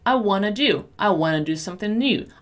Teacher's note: attention here to the pronunciation of want to, right? We normally say that as wanna.